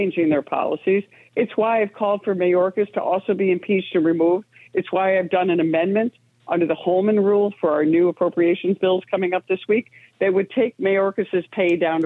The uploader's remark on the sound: we take your calls in open phones across America